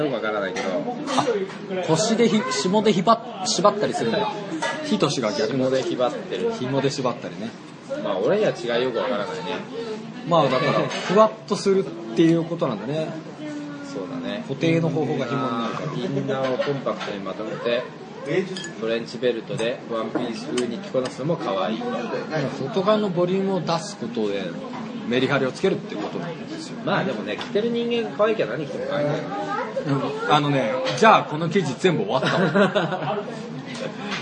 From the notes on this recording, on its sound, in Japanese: 蕎麦屋さんでの収録です